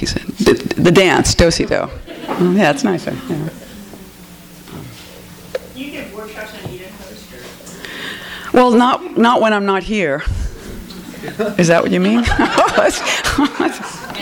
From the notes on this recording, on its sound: THIS EVENT WAS RECORDED LIVE AT SKYLIGHT BOOKS MARCH 16, 2012.